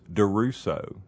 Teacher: But the way I pronounce it when I'm not looking at it is Duruso. So the accent's actually on the second syllable.